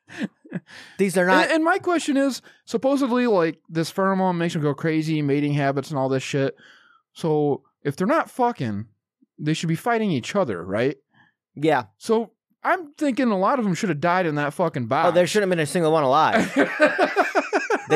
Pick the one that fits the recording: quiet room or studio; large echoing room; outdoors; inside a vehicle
quiet room or studio